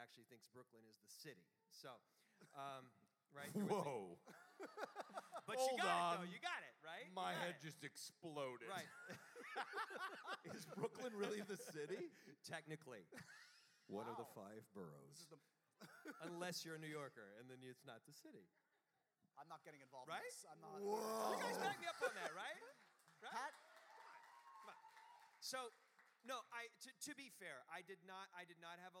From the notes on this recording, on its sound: Live episode! We finally went live for a fun holiday special taped at the Bell House in Brooklyn!